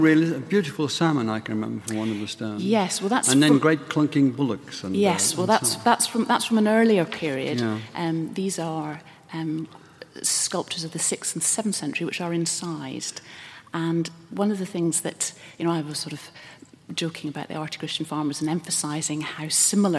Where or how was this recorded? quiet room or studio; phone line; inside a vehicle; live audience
live audience